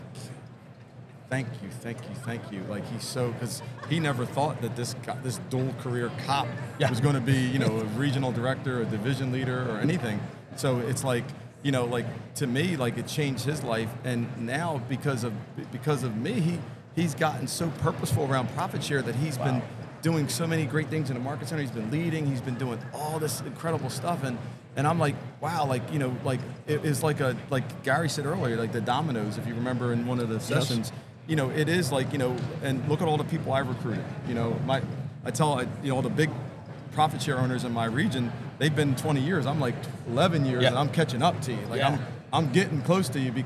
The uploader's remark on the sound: Video Podcast. Filmed on location at the highly anticipated Keller Williams Family Reunion.